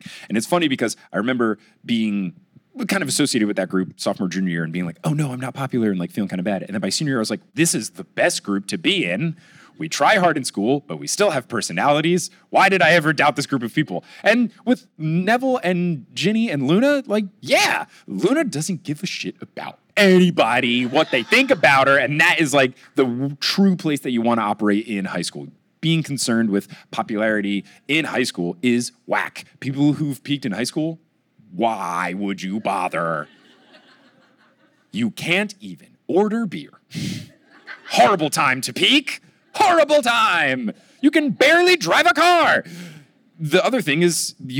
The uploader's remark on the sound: LIVE in Milwaukee! From the Milwaukee live show on June 20, 2022.